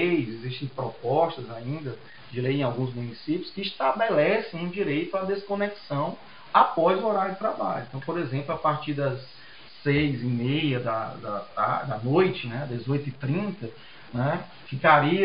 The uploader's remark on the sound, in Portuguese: Tivemos problemas técnicos que comprometeram, inclusive, a qualidade do áudio.